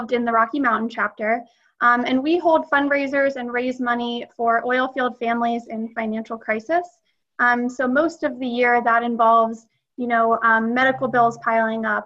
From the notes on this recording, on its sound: Webinar recorded on June 10, 2020